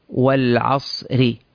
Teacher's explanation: همزة الوصل إذا سبقت بحرف الواو فإن همزة الوصل هنا يسقط وننطق بعد الواو بحرف اللام